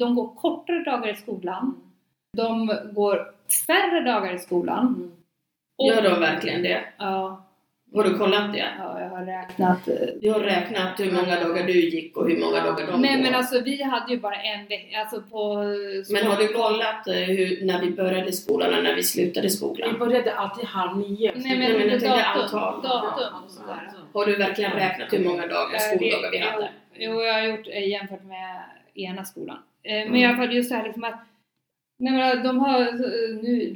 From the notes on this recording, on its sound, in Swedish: Ljudet är inte det bästa i detta avsnitt pga röstproblem.